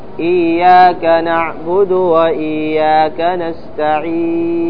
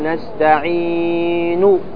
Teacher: أنا أريد أن أقف على النون ليس بالسكون المحض ولكن بالروم · Shown in: first take